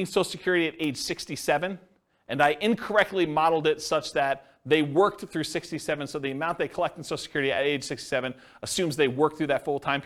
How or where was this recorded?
live audience